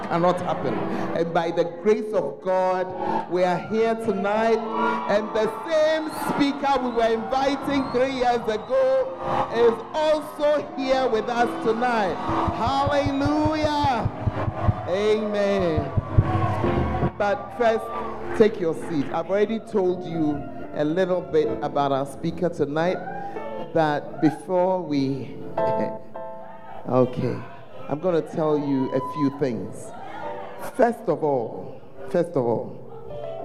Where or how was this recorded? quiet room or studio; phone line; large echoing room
large echoing room